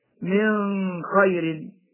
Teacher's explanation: يخفي النون الساكنة قبل الخاء مع بقاء الغنة